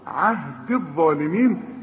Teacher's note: الغي الياء دي بتاعت عهدي من النطق اذا وصلت، إنما تثبت إذا وقف. قال لا ينال عهدي عند الوصل عهد الظالمين، لأنها ساكنة واللام ساكنة.